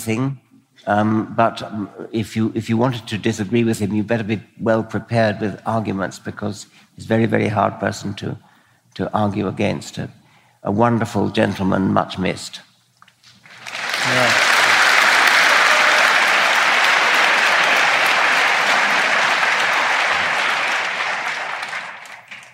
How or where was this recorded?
live audience